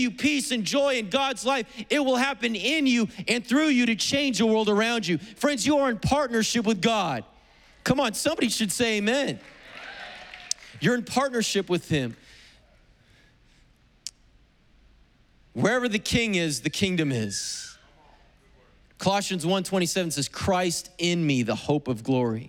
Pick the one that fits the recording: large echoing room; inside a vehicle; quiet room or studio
large echoing room